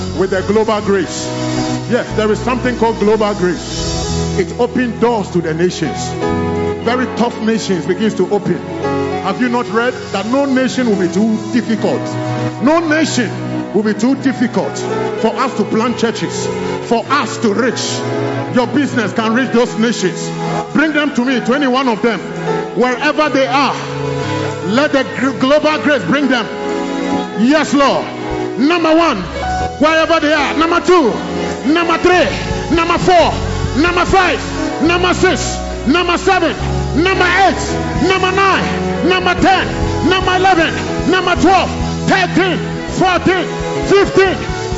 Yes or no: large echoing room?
yes